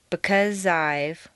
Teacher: the Z sound at the end of because and the I sound of I blend together smoothly. · Term: Liaison